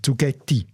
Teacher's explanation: dass das E betont ist und kurz